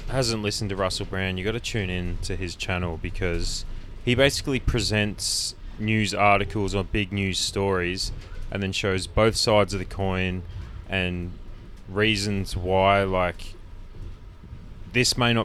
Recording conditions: inside a vehicle